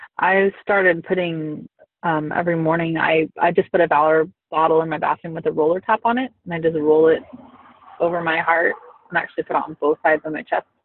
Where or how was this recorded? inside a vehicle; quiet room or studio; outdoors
inside a vehicle